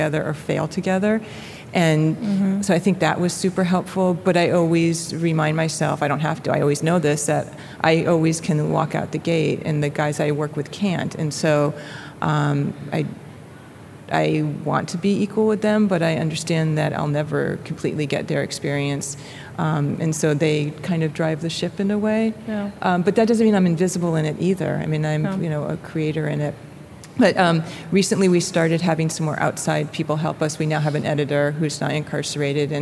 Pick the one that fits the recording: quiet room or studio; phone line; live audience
live audience